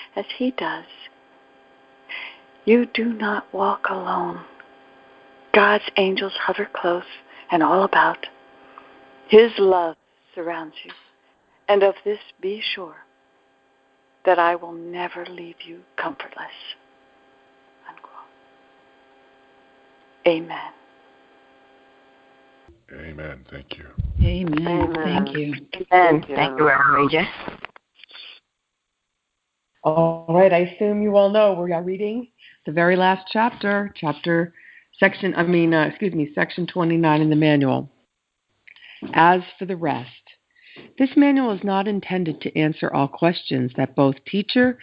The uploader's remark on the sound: ACIM Daily Conference Call.